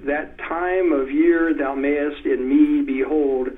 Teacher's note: I emphasize it a little more than I would if I were just saying it, so that we can hear the stress on those second syllables. · Let's take the IM, which is the basic unit of meter. That's an unstressed syllable followed by a stressed syllable.